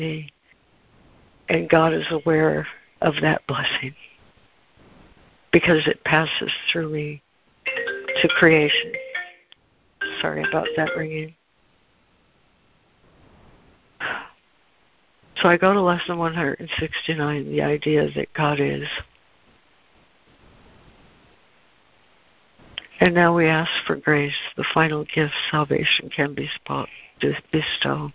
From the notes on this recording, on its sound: ACIM Daily Conference Call